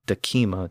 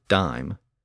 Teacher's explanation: the K sound in the middle of the word decima eventually fell away, and the word went from decima to dime.